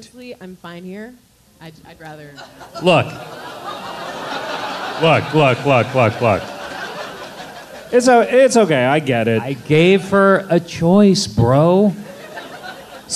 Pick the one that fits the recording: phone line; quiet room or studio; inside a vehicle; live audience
live audience